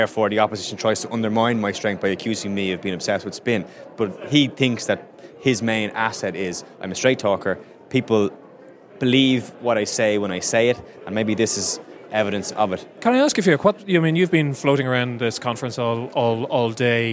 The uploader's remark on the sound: On the floor at the Fine Gael National Conference.